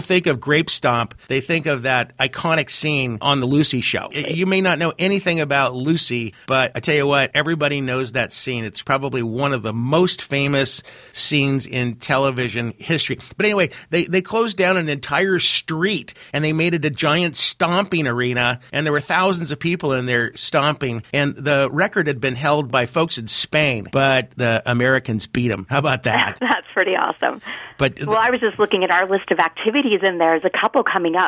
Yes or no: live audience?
no